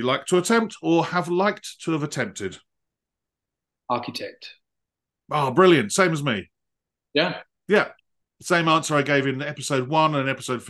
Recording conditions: video call